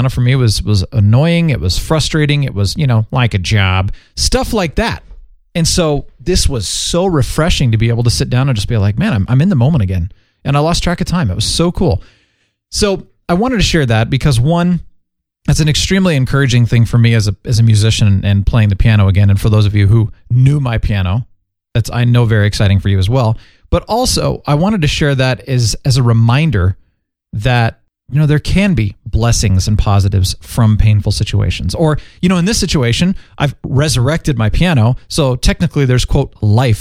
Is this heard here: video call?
no